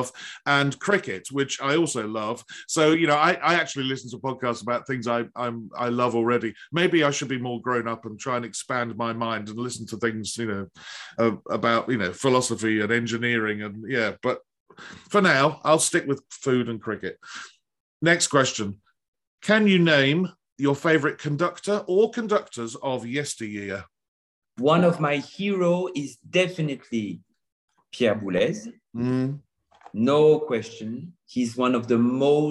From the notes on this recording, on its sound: This interview was recorded. Via Zoom.